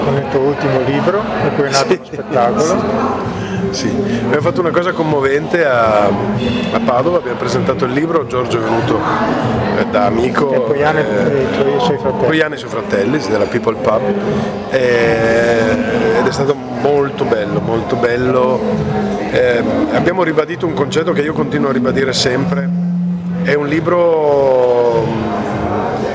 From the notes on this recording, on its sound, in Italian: Interviste registrate con quattro grandi artisti ad Antiche Mura e Luoghi Comuni Festival al campo della Marta di Cittadella. Diretti da Teatro Bresci che ringrazio di cuore per aver ospitato Radio Cooperativa come Radio ufficiale dei Festival.